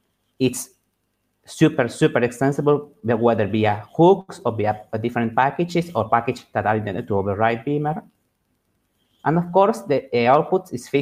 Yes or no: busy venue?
no